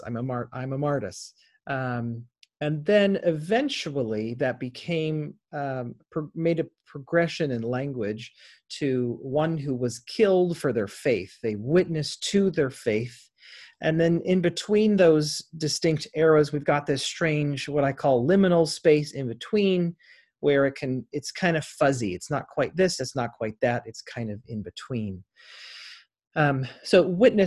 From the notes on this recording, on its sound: Interfaith Zoom Class. Zoom lecture.